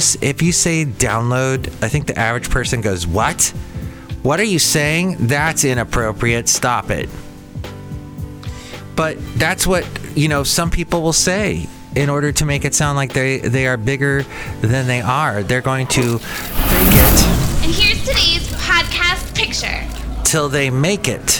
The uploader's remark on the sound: podcasts live from Cafe Anyway